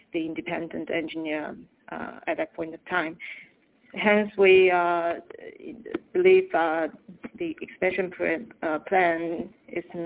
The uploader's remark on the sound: Teleconference Replay. By Fitch Ratings.